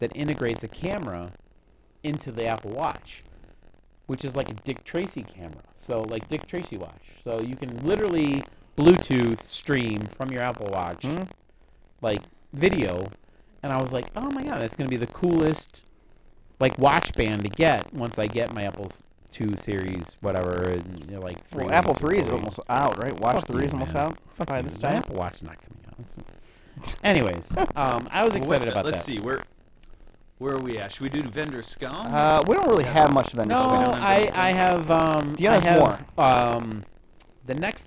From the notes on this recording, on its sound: We experienced some minor difficulties with the audio tracks this week and spent too much time trying to fix them to no avail.